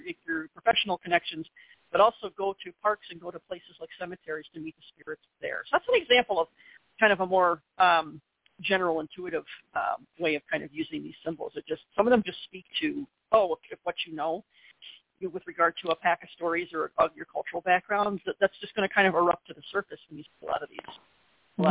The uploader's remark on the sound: a real, live call-in show